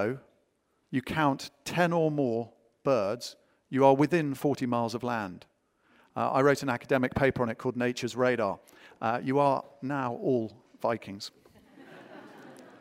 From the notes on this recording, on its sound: Recorded live at the Tabernacle in London's Notting Hill on 23rd September 2019.